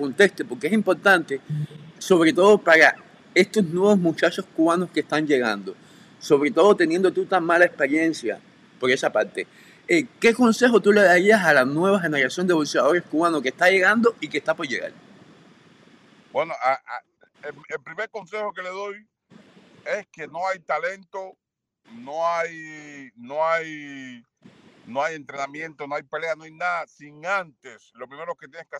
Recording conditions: drop-outs